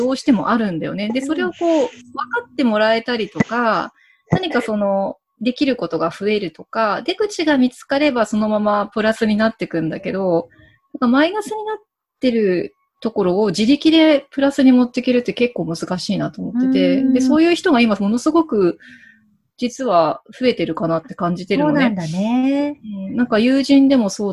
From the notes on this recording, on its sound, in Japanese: 今回は、Zoomでお茶会！